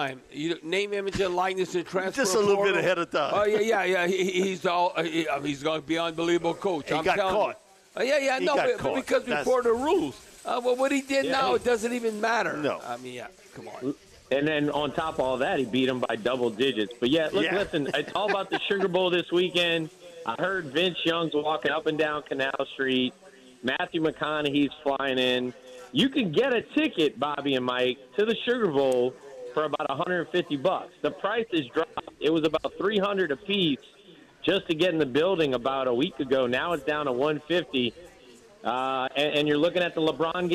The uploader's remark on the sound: broadcasting LIVE from Rouses on Tchoup